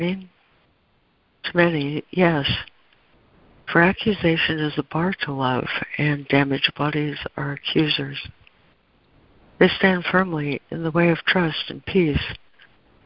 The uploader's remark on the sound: ACIM Daily Conference Call.